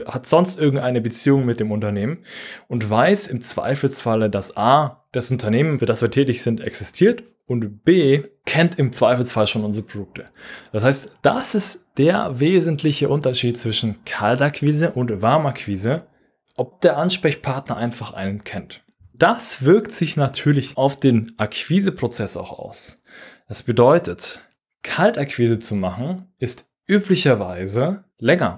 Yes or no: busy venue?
no